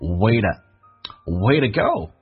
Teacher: 因为 to 前面是一个元音， to 可以弱化成 d 这个发音